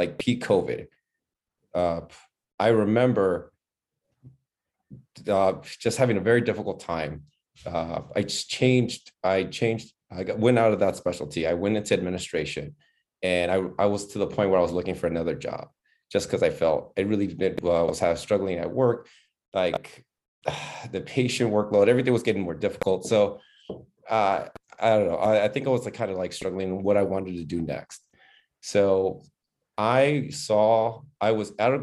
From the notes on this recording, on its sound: This episode of the Physician Grind was recorded in our first ever Virtual Open Mic on 3/16/2022.